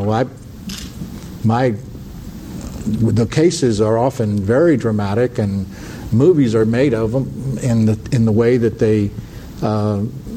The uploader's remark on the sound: panel at The Texas Tribune Festival on Sept.